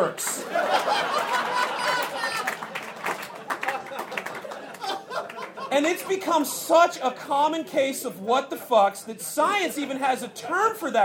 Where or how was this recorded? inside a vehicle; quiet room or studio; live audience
live audience